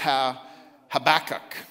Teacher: But the actual pronunciation actually is a little stronger. The emphasis is on the ba.